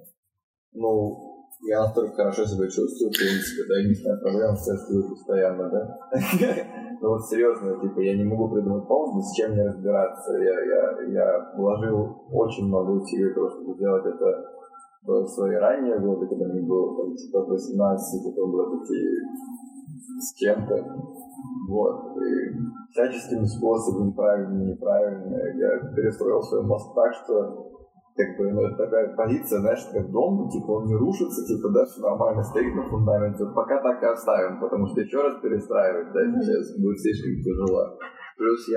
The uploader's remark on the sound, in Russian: и все это с плохейшим звуком